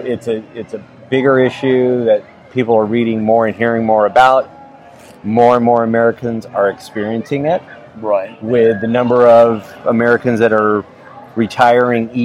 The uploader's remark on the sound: is interviewed LIVE on November 7 at the Bruin Professional Beverly Hills Chapter meeting